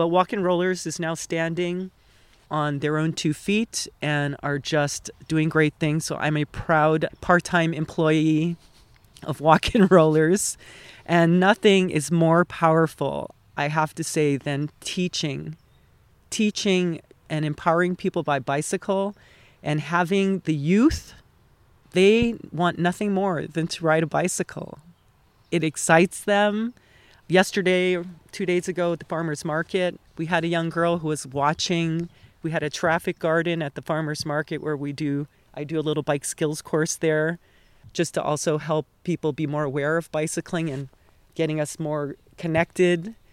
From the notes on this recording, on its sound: This special episode was recorded at Loma Alta Park in Altadena.